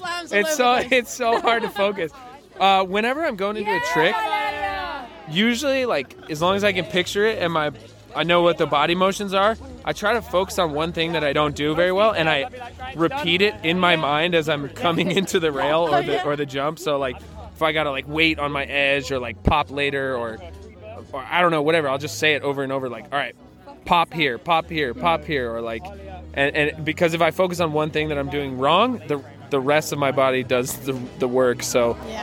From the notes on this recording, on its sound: It was my first time recording at a live event so the sound quality isn't the best. Recording at the first ever Snowfest in Innsbruck. Straight from the prestigious urban snowboard competition, Rock a Rail 2022.